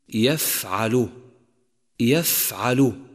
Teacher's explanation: لاحظ كيف جرى النفس مع حرف الفاء الساكن عند النطق به · Term: الهمس